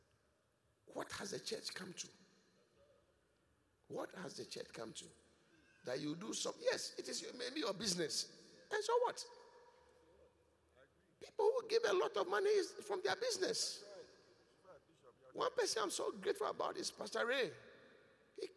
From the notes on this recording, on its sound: Preached at The Qodesh